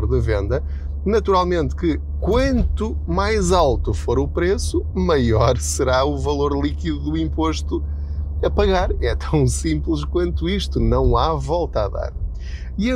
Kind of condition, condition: setting, inside a vehicle